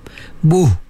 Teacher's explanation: Pastikan apa nama ha tu keluar daripada pangkal halqum.